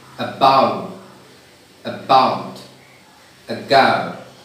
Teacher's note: in the beginning of the word, the sound is shwa. So the same letter A substantiates three sounds in English.